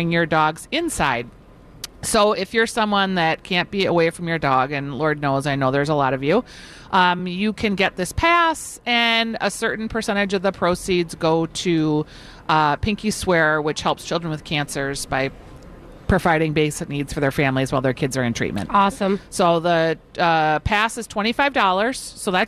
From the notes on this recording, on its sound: broadcast live at Bachman's